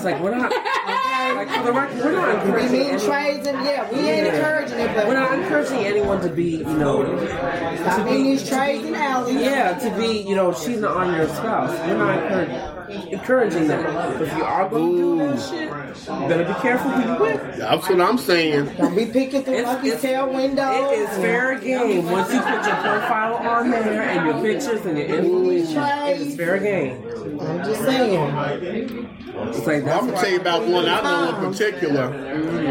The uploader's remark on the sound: Live In Broadripple. Record our first live audience taping and pop off my annual Fall Party/Wine Tasting event.